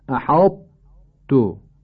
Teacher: طاء با تمام صفات و مخرجش تلفظ میشه الا صفت قلقله · Term: ادغام ناقص